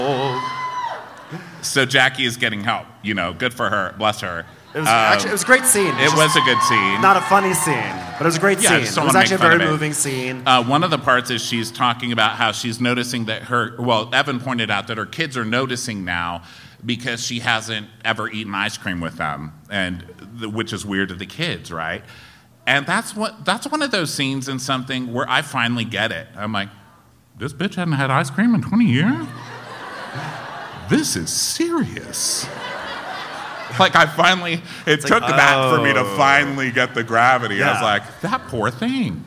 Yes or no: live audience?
yes